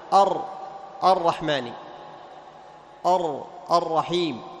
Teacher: أن من صفات الراء التكرير أو التكرار، وهو ارتعاد رأس اللسان حال النطق بالراء